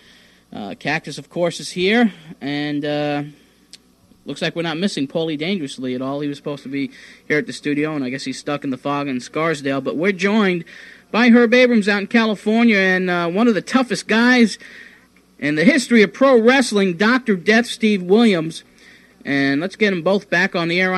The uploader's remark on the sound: A live remote from 1989 at the West End Cafe in Hicksville, NY